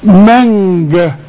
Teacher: انا قلت الكلمة دي على وزن مانجا، لو تقول مانجا فيها نون، انما بنخفي النون ما بنستعملش فيها اللسان